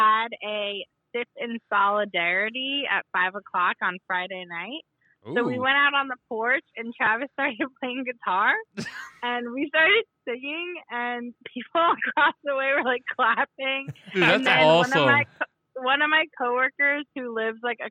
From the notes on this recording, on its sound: This time over the phone.